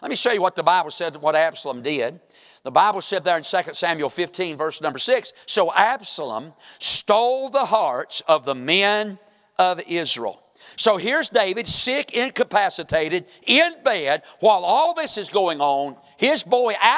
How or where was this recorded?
large echoing room